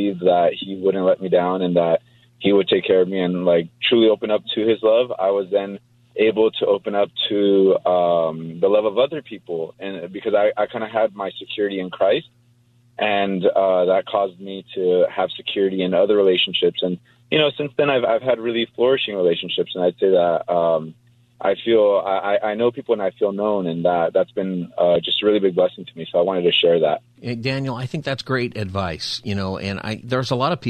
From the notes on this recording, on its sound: Takes calls on any topic for Open Phone Friday.